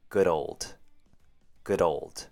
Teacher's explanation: you want to blend the D ending from good into the word old, giving you dold · Term: blended words